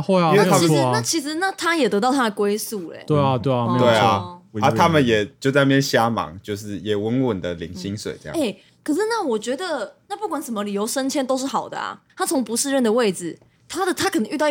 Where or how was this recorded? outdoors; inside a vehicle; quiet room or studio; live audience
quiet room or studio